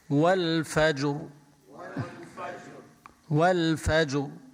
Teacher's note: فخمناها مع انه هي وقفنا عليها بالسكون وقبلها ساكن، بس قبل السكون شوفي مفتوحة.